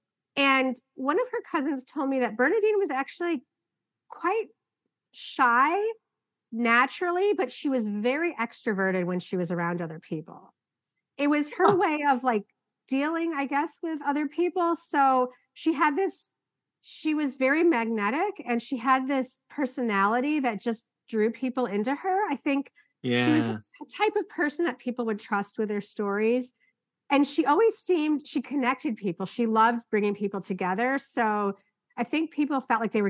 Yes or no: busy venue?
no